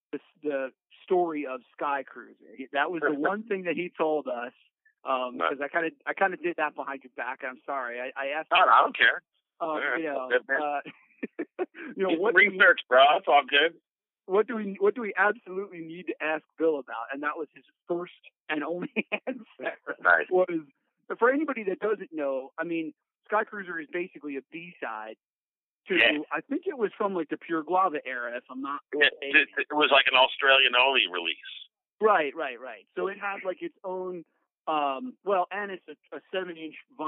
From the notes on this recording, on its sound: spending some time on the phone